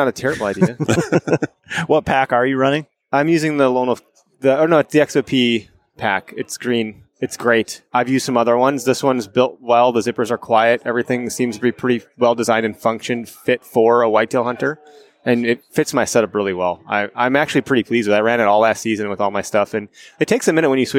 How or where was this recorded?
busy venue